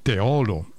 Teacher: tu dici O chiusa, ma è una O aperta, Teolo, oppure Teolo, capito?